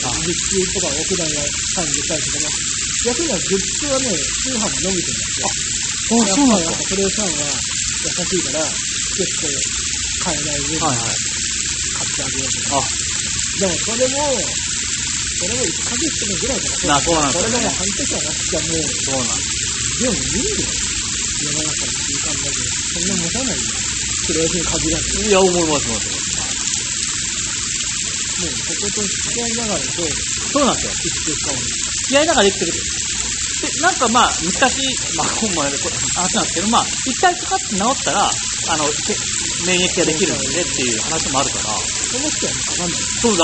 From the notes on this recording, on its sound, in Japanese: すみません、雑音あって聞きづらくなっております